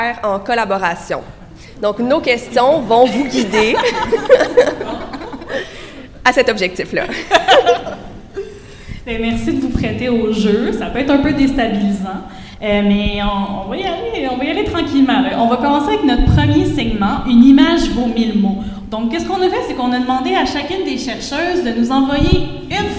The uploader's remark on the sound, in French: Panel · Sujets Chauds en Recherche à la Nuit des Chercheuses et des Chercheurs. Élaborer un projet de recherche commun devant le public. Cet épisode est ponctué d’entrevues bonus enregistrées dans les coulisses de la Nuit. Studio: Bibliothèque des sciences de l'Université de Montréal.